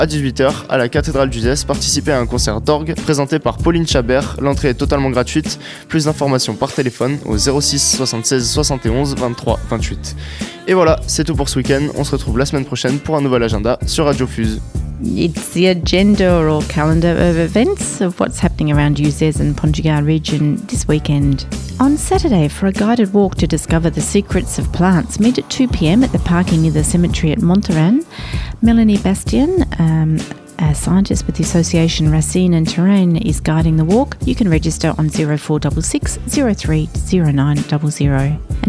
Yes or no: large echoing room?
no